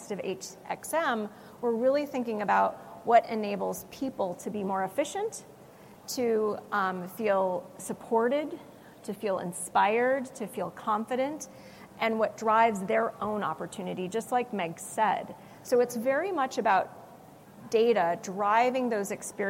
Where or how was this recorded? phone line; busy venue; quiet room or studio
busy venue